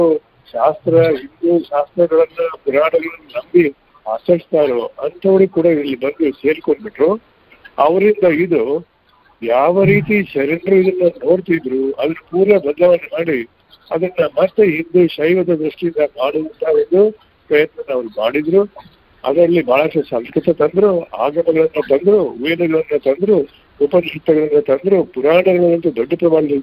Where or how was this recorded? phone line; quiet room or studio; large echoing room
phone line